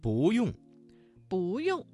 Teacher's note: 这个词当中的不字在四声之前变成了二声